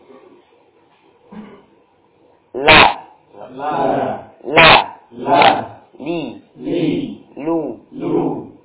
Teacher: Dari ujung lidah, la, berbelok ke samping kanan maupun samping kiri. · Term: inhiraf